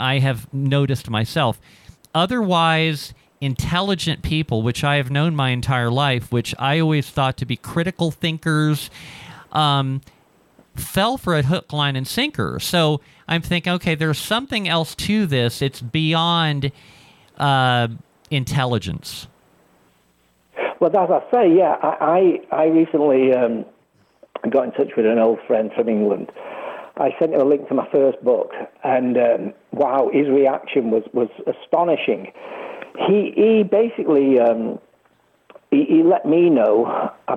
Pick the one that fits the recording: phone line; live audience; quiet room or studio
phone line